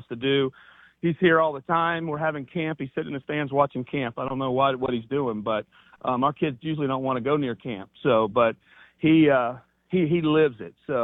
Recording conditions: phone line